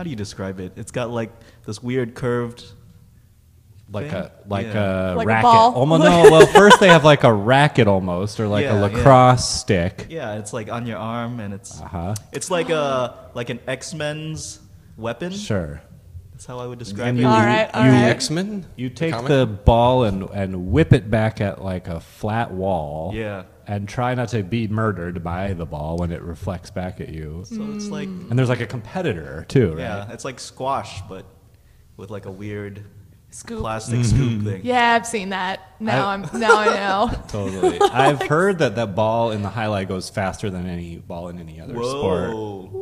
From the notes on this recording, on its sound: At SF Underground fallout shelter by Comedy Sound Wave.